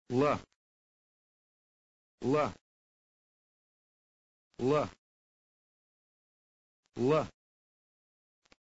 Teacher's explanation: The sound represented by the Bulgarian letter L is somewhat harder, that is, unpalatalized, than its English counterpart.